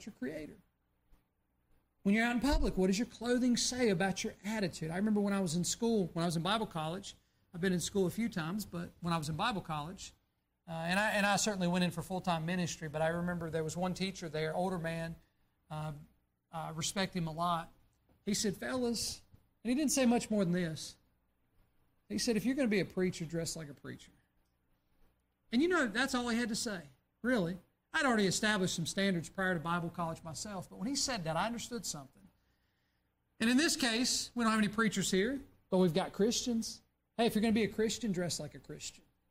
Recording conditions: large echoing room